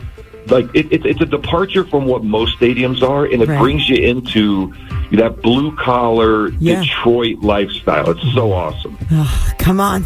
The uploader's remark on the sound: called into Morning MAGIC